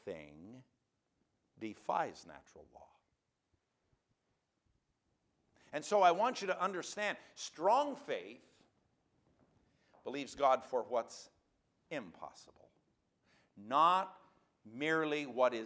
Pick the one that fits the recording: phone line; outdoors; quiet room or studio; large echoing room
large echoing room